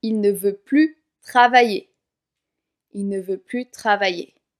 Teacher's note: Le S dans ces exemples ne se prononce pas. Le S ne se prononce pas non plus quand il y a un mot qui commence par une consonne juste après plus. · Term: le S est muet